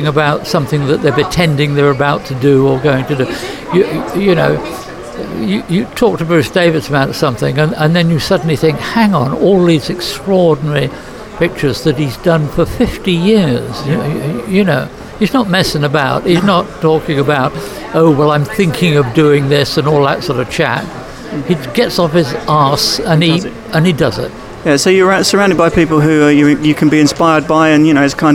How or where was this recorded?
busy venue